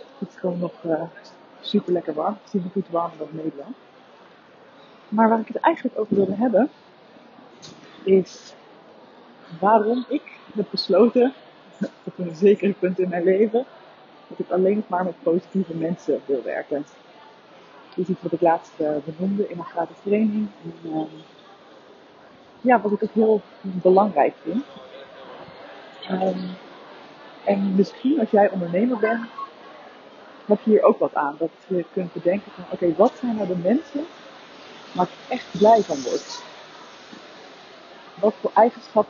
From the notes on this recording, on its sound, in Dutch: Live door de straten van Bologna. Audiokwaliteit is kak.